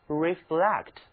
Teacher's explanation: 它的重音在后半个音节上，也就是 flect